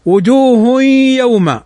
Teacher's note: تنوين بعده الياء، والياء من حروف الإدغام بغنة